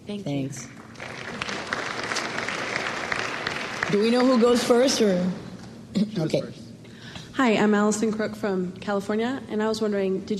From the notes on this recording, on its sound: recorded at the Academy of Achievement's 1997 Summit in Baltimore, Maryland